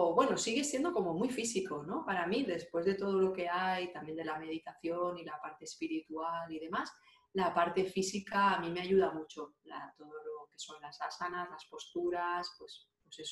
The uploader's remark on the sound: Zoom Session